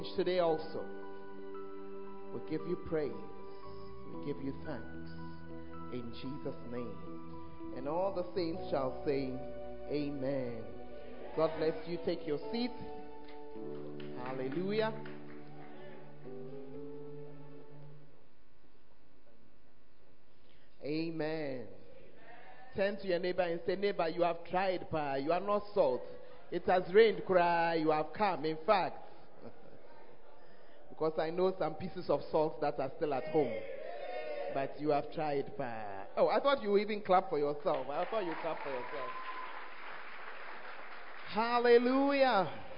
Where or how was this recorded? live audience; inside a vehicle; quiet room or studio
live audience